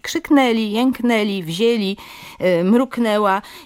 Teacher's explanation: w takim położeniu samogłoski nosowe powinny być wymówione po prostu jako samogłoski ustne, czyli krzyknęli, jęknęli, wzięli, mruknęła i to jest wymowa staranna, wzorcowa.